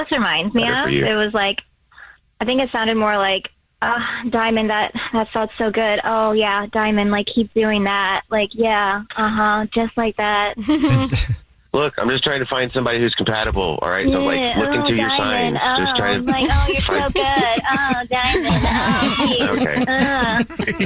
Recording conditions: phone line